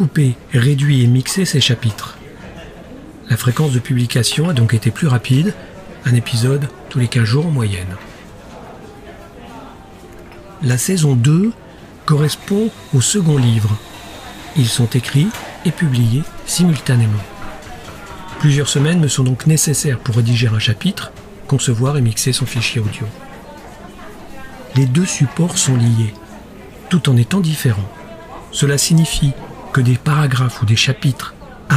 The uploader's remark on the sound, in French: Un épisode en partie enregistré dans une salle du café Starbucks de la gare de Futamatagawa à Yokohama.